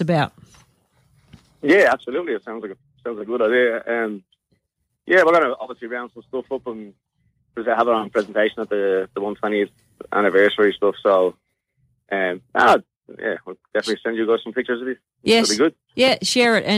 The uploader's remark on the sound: In the studio the Team this week will be State Dream Team Defender. Talking football with the Team and bringing you the latest news are these guests live on the phone.